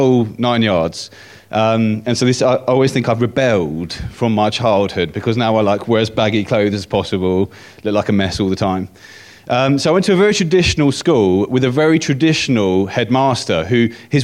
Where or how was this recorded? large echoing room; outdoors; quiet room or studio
large echoing room